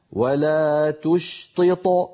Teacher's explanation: المثال الثاني ولا تشطط واهدنا، فكما نطقتها الآن قلقلتها صغرى، ولو وقفت وقلت ولا تشطط فصارت قلقلتها عندئذ كبرى